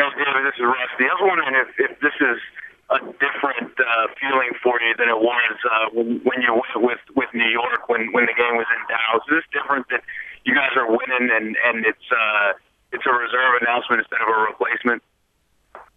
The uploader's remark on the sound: All-Star Conference Call.